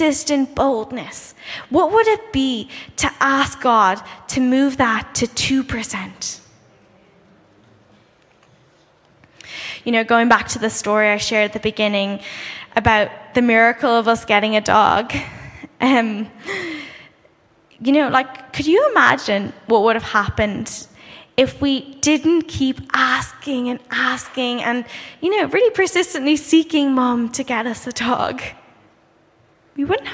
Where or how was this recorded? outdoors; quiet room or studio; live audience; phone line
live audience